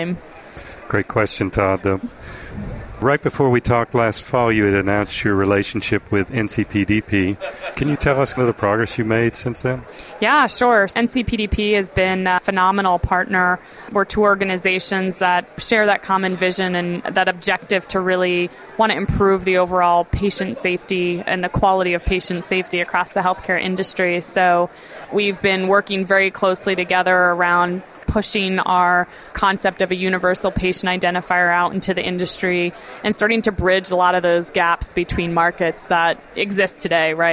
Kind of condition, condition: setting, busy venue